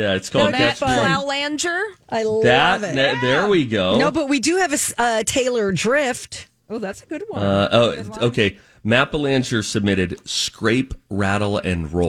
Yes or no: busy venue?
no